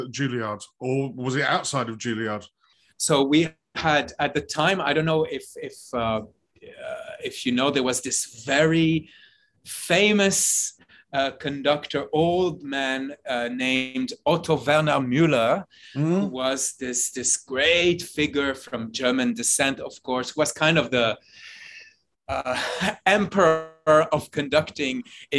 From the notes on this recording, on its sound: via Zoom